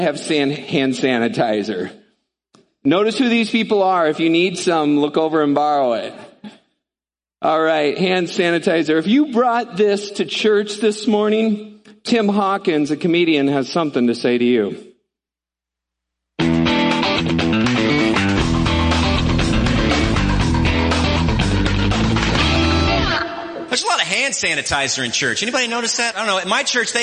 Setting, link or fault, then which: setting, large echoing room